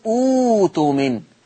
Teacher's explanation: همسك الهمزة اللي وراها بدلها واو فتصير أوتمن. يعني لما أجي نقرأها بورشة أقول الذي تمن لو وصلتهم، ولما ابتدي اقول اوتمن هكذا.